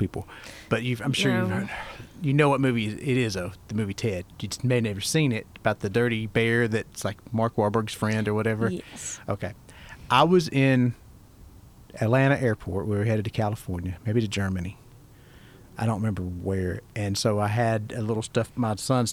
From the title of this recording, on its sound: live from the Bird's Nest